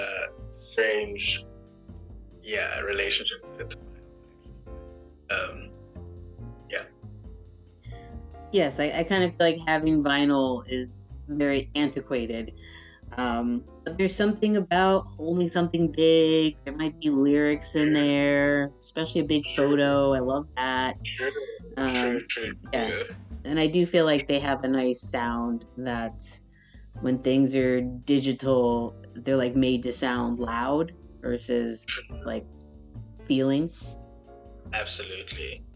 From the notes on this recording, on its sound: The internet connection was spotty during our recording